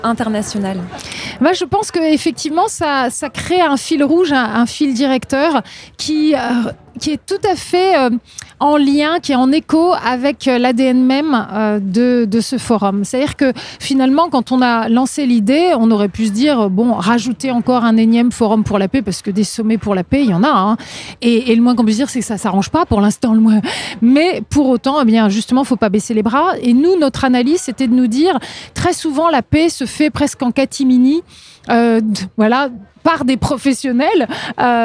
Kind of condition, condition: setting, busy venue